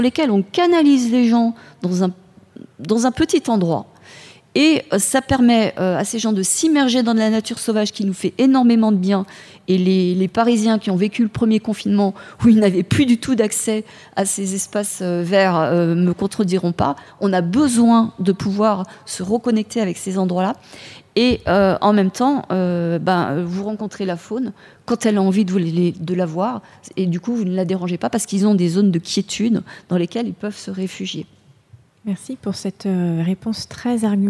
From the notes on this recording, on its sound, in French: Table ronde suivie d’un débat avec le public.